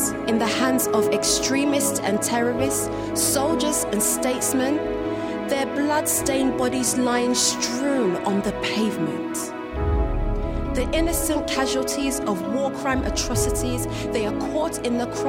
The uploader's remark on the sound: This was recorded at Skylark Church on 21st July 2019.